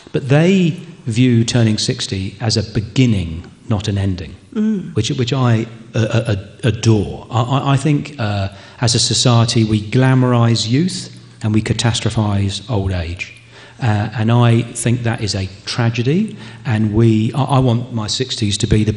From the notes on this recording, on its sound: On the Road: Live from the Castlemaine State Festival. Recorded live at the Castlemaine State Festival. Takes to the stage to be interviewed.